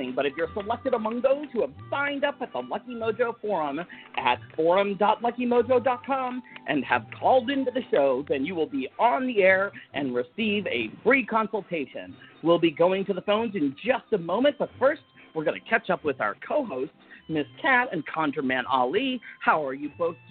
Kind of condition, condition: link, phone line